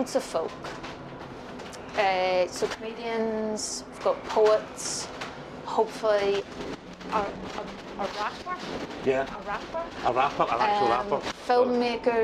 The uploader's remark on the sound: Recorded on a First Bus, taking in the sights of the city.